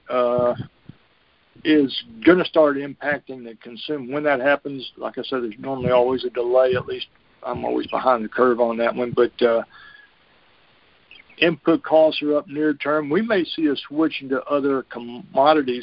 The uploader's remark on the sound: Monthly Conference Call